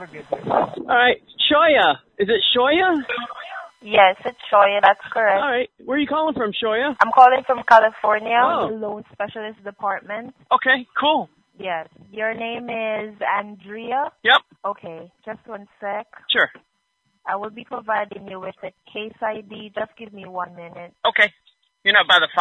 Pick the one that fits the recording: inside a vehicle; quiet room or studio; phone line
phone line